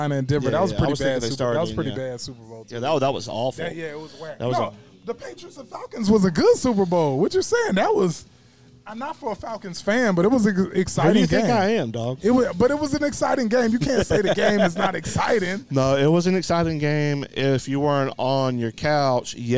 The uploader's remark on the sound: ON LOCATION AT BROOMELLI BOYS PIZZERIA!